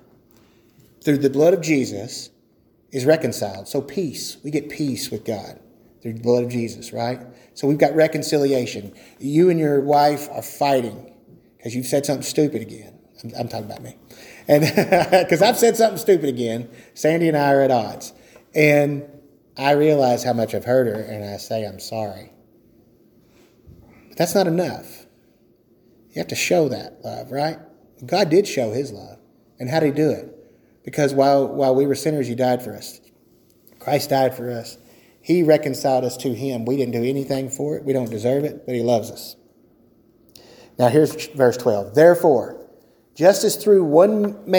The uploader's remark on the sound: A solo episode of TDWS featuring our 1st ever recording of a Sunday School session.